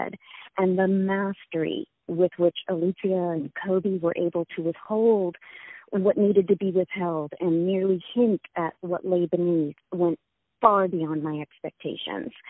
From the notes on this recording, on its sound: On the phone.